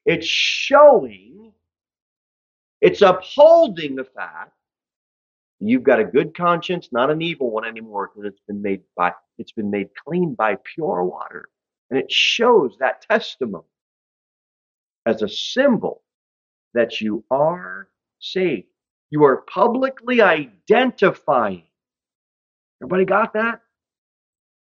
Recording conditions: large echoing room